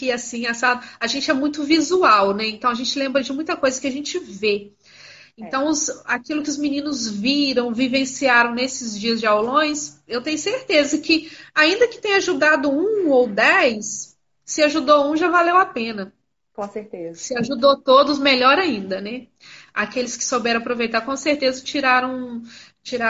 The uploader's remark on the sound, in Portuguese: Realizada inicialmente no formato de live no instagram